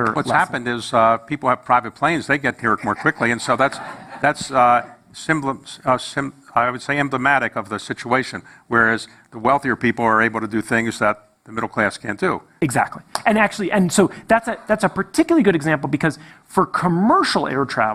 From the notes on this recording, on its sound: on stage at the festival